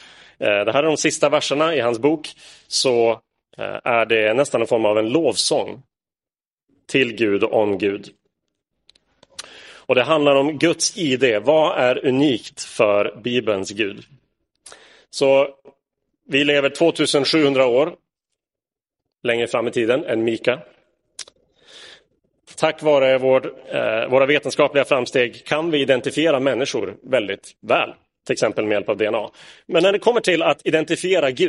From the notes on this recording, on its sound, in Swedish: Inspelad i Roseniuskyrkan den 3 juli 2022.